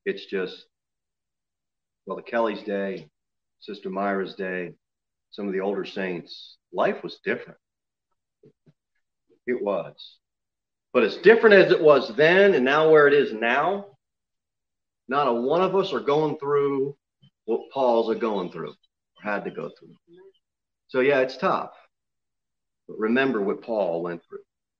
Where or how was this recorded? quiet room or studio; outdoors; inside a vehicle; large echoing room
large echoing room